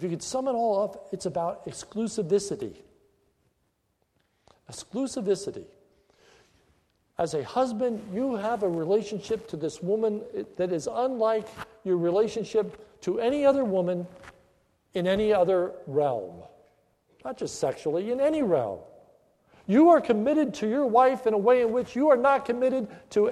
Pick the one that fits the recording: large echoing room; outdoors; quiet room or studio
large echoing room